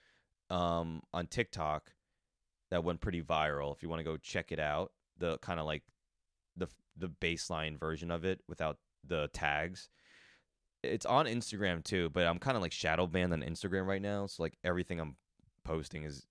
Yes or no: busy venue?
no